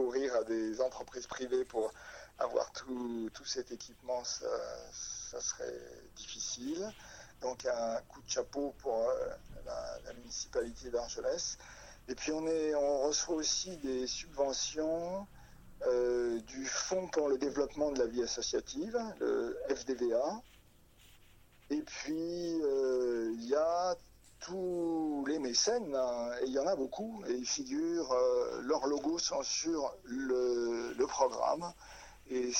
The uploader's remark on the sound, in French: Entretien téléphonique